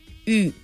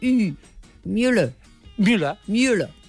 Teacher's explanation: Es posa a la boca com si s'hagués a dir una U, però en lloc de dir U, dius I. U. Veus? · Term: la U francesa